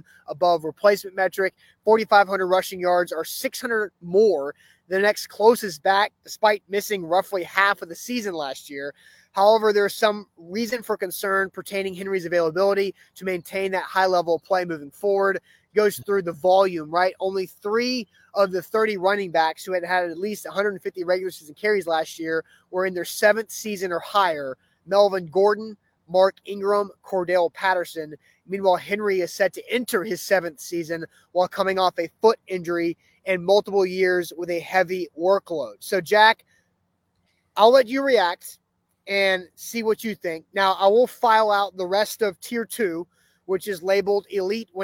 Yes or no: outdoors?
yes